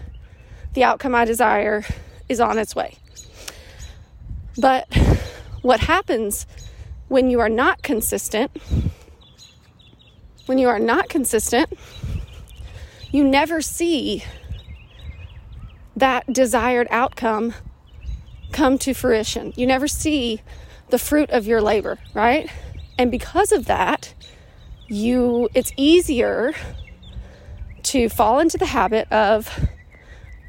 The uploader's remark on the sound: I was on a walk and decided on a whim to record my answer in podcast form. Ignore the birds chirping in the background, my huffing and puffing and any other distracting noises that you don’t normally hear.